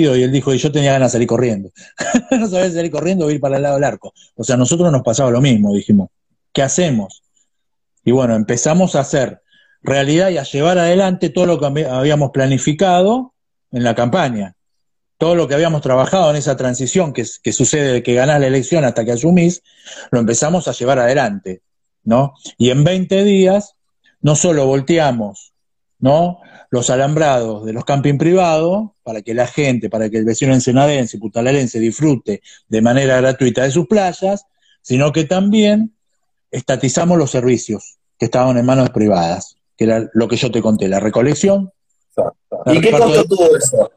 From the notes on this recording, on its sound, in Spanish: entrevista a fondo a través de Instagram live